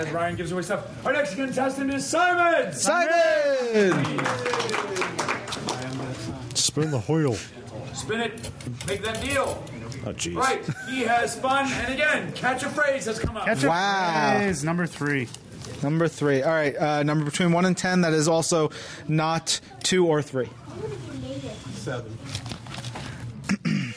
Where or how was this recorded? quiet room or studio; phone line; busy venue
busy venue